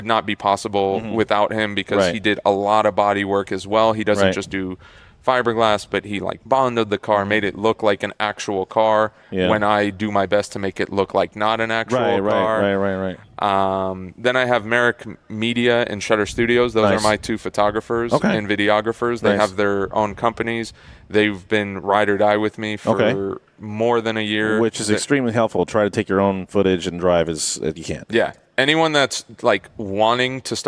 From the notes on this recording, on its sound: In this special episode we're live from Texas Motor Speedway to talk about the LS Fest event.